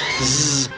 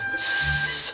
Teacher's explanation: a voiced sound being one that uses the larynx, as in voiced zzz versus voiceless s